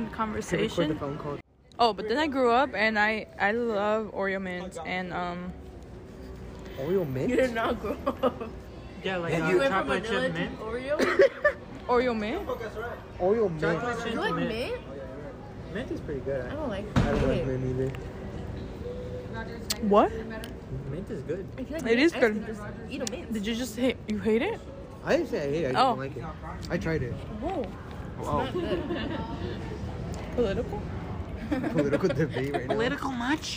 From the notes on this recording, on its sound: we take a trip Downtown and to Chinatown and we record our whole day from start to finish